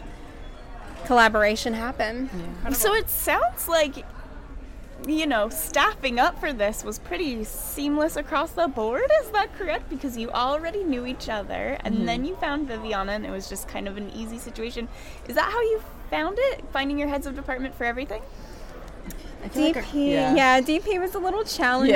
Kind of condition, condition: setting, busy venue